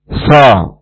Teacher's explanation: Makhraj adalah ujung lidah dengan ujung gigi seri bawah. Ujung lidah bertemu dengan ujung gigi seri bawah.